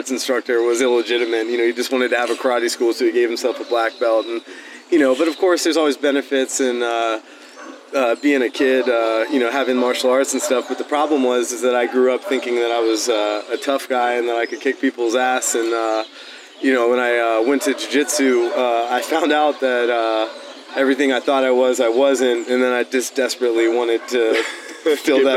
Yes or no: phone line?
no